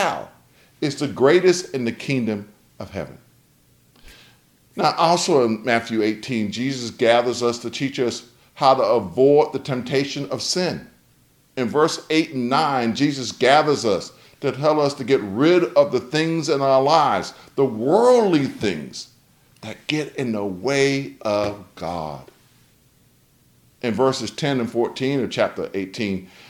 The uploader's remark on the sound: delivered on September 5th, 2021, for Homecoming at Wesley Chapel African Methodist Episcopal Church